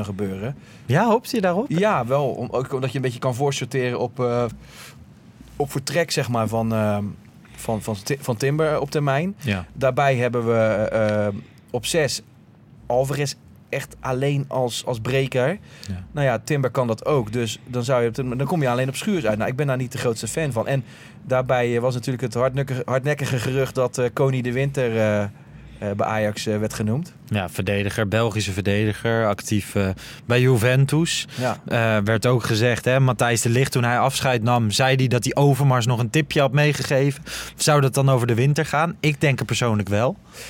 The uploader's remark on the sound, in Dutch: Vanuit de Johan Cruijff ArenA! Onze apparatuur wordt mede mogelijk gemaakt door de vrienden van Blue Microphones.